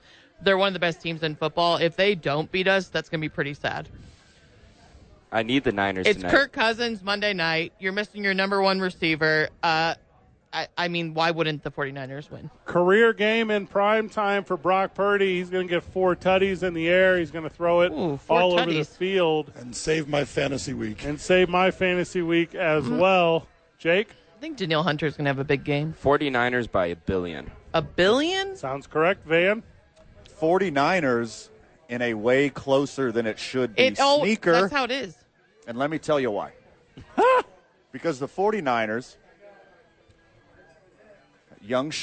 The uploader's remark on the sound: live from Howies Sports Page